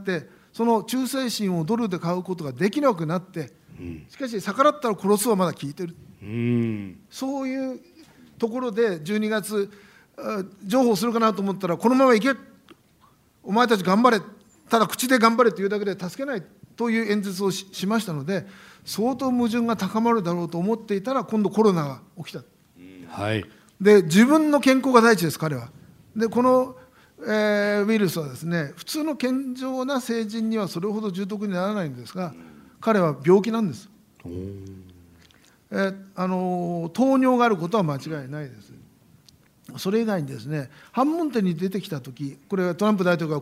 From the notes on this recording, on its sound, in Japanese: ポッドキャスト公開収録 in 麗澤大学。